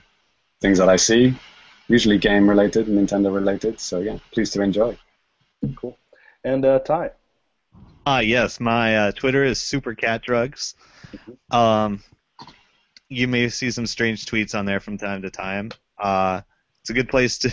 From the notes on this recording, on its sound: Recorded LIVE via Google Hangouts on Air